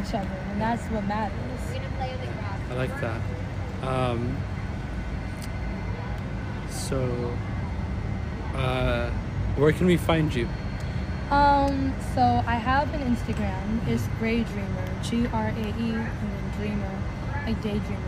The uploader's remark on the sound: Outside of the Amazon Spheres in Seattle! There might be some outside background noise.